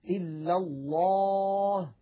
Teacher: لابد أن يقول إلا الله ويفخم لفظ الجلالة، لأن هذا أمر مجمع عليه، فاسد لغة إن رقق، إلا · Term: تفخيم لام لفظ الجلالة